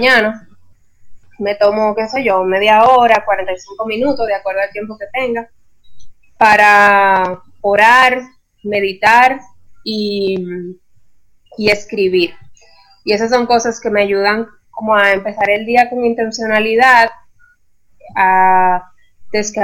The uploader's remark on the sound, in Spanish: Tuvimos algunas dificultades con el internet y el audio